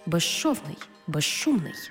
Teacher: У словах безшовний і безшумний, свистячий з плюс шиплячий ш всередині слова разом вимовляємо як ж-ши